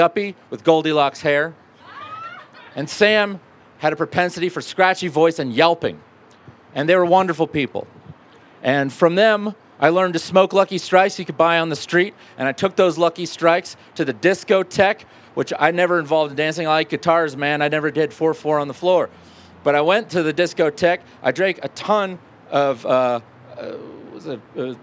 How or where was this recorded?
live audience